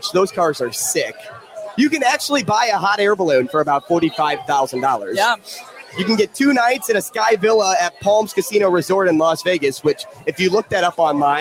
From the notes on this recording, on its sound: Live at Rocco's.